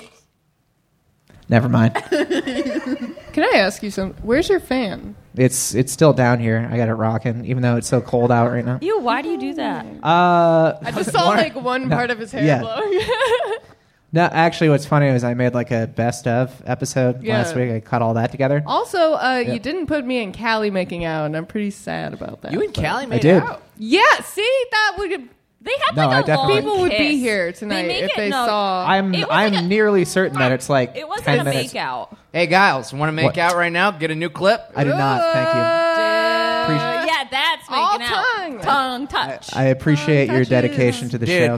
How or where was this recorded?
live audience